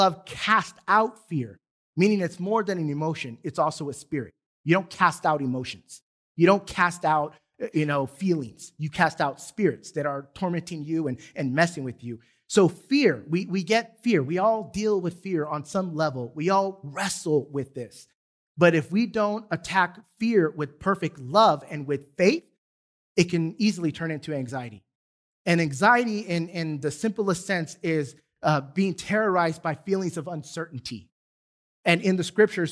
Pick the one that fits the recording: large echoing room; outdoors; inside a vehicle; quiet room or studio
large echoing room